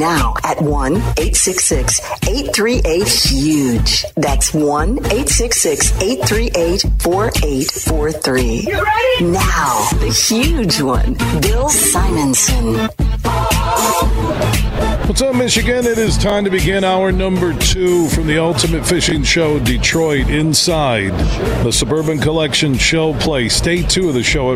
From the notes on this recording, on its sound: Today we're broadcasting live from the Ultimate Fishing Show Detroit. Throughout the show, we were joined by some of the great people connected to the event to hear about all of the great things they have to offer.